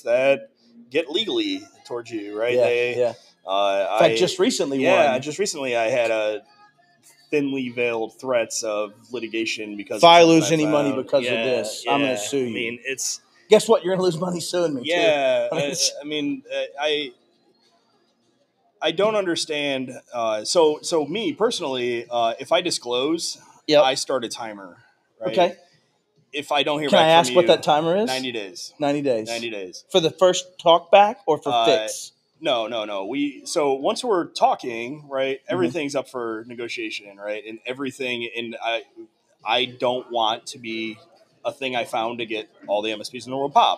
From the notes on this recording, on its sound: Live from the Right of Boom Security Conference in Tampa 02/09/2022. Some surprise guests pop in and say hello!